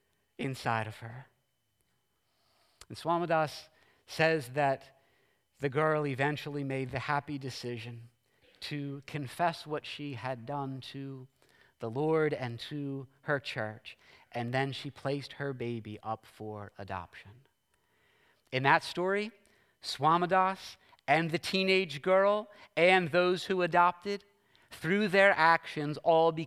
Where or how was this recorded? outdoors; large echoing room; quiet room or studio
large echoing room